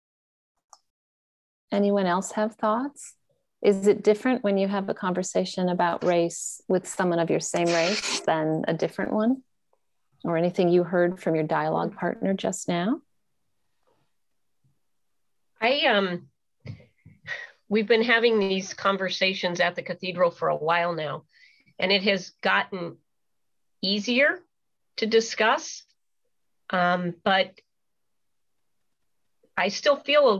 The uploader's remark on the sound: This conversation was recorded on Zoom.